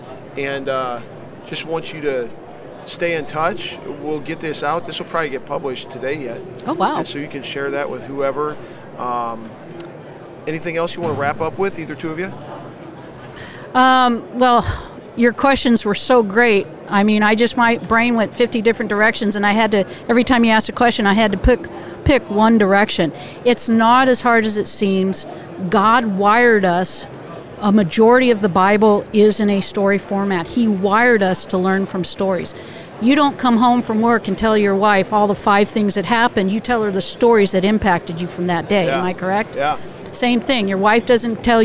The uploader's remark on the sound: LIVE from NRB 2022!